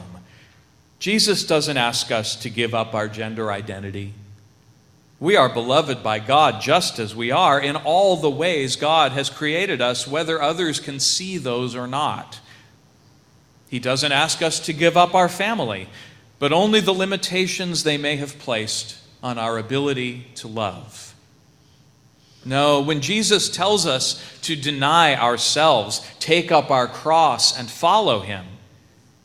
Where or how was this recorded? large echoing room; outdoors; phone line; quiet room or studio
large echoing room